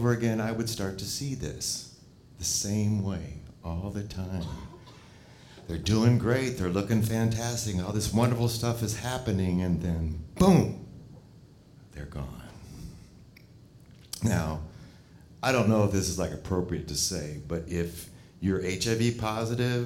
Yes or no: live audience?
yes